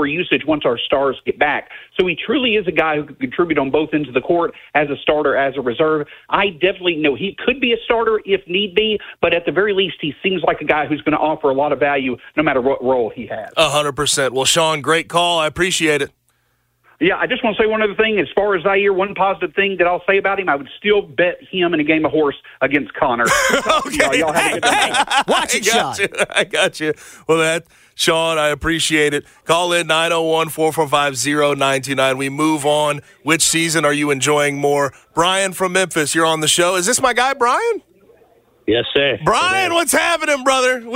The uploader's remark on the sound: Listener phone calls.